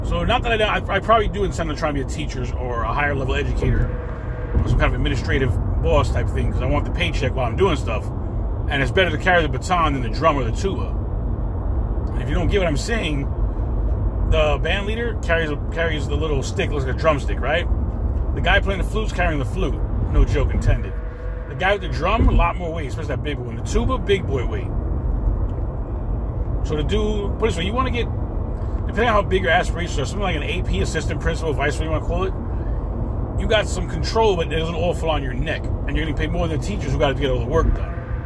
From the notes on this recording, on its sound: In this CarCast